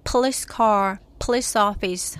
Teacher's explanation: 양입술을 붙이고 있다가 팍 이렇게 공기가 팍 터지는 이 파열음을 내면서 피 사운드를 내시잖아요